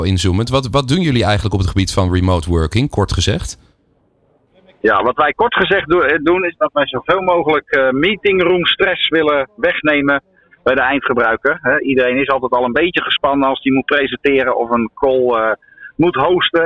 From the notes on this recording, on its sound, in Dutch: De Remote Working Summit op New Business Radio 2023. Live-verslag van de Remote Working Summit. Een dag bomvol kennis en inspiratie, met tien keynote sessies, meer dan 25 seminars en zeven live debatten én veel netwerkmogelijkheden op het beursplein.